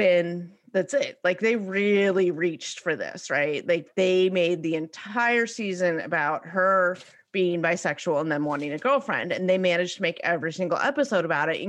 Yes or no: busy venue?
no